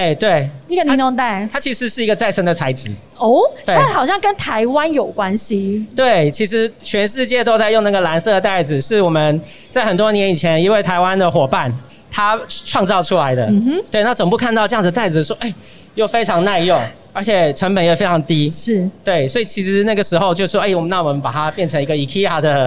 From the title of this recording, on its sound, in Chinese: 2021 Energy Taiwan智慧能源週-Live Podcast